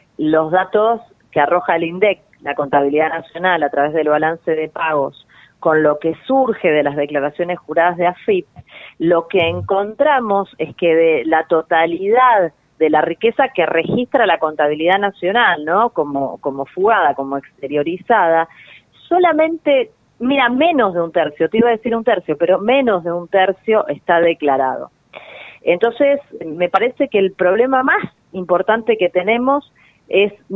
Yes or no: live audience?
no